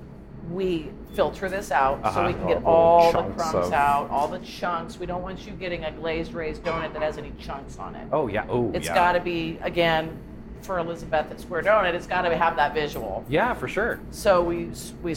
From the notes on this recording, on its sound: We took the mics to Square Donut located at 15825 W Maple in Omaha